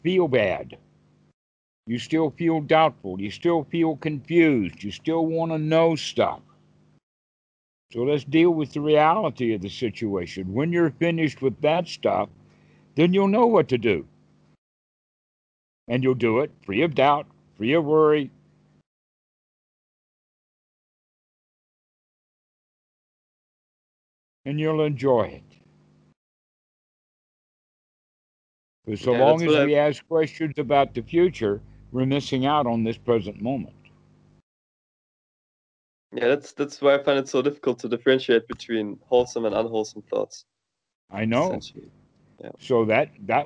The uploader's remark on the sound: skype calls on this channel